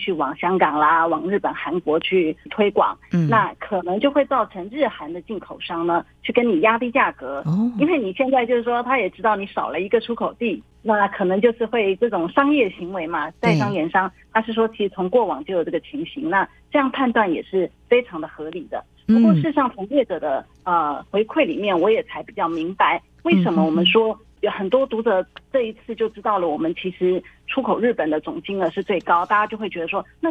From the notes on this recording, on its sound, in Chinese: 連線訪問中央社駐上海記者